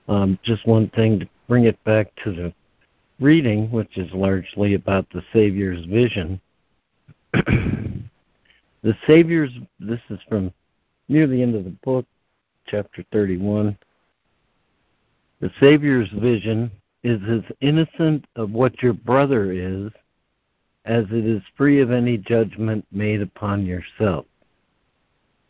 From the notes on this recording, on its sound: ACIM Daily Conference Call